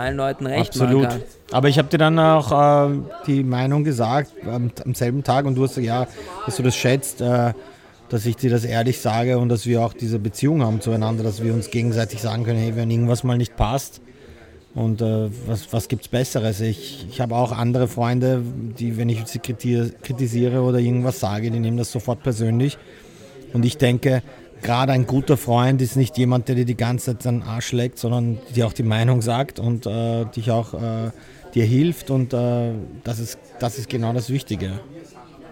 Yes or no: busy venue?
yes